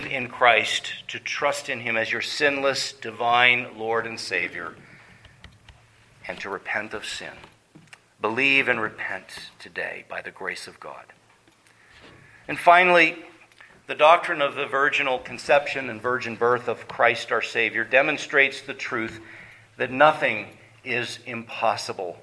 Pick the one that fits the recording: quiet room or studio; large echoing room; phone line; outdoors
large echoing room